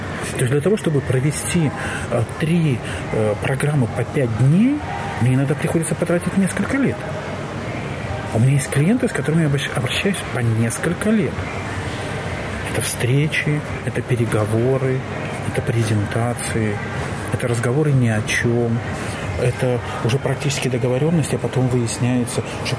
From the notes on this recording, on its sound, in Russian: Сегодняшний выпуск мы записали в Москве, в одном из кафе. Фоновый шум кафе (который нам все-таки не удалось убрать).